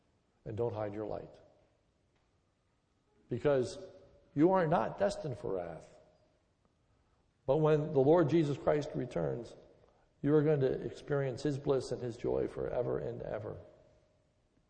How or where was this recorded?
large echoing room